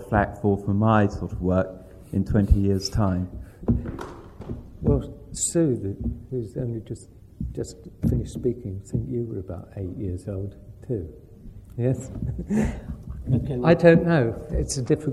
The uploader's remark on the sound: In a passionate and moving lecture at the RIBA.